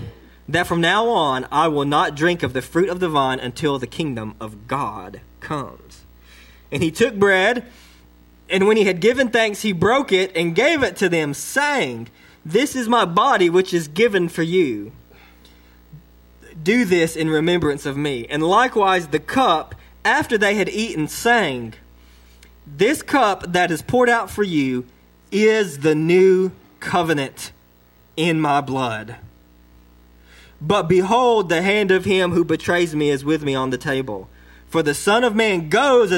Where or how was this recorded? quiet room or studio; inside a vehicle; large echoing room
large echoing room